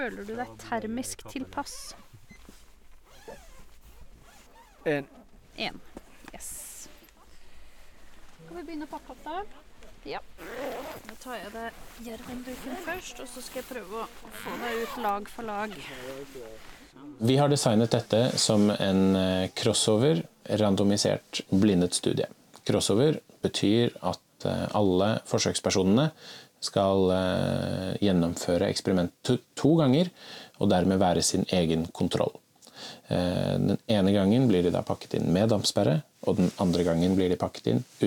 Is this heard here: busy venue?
no